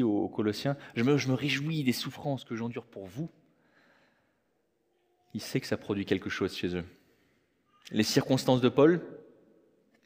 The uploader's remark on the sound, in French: Enregistré à l'église CVV, le 30/04/2023